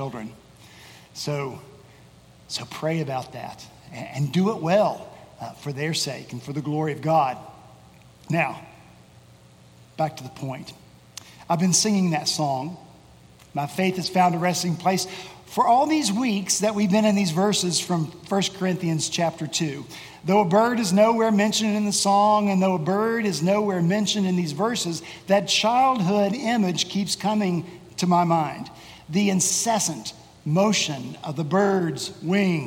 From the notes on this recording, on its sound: At Redeemer Presbyterian Church in Charleston, SC